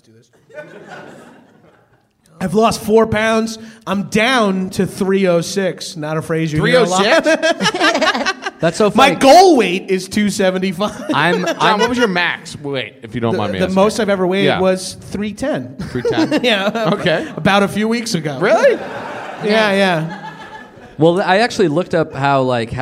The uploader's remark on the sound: Power Hour LIVE at UCB Sunset